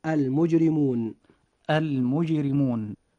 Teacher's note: حرف الراء جاء في هذه الكلمة مكسورا فيجب ترقيقه، فتنطق هذه الكلمة هكذا: المجرمون المجرمون. · Term: الترقيق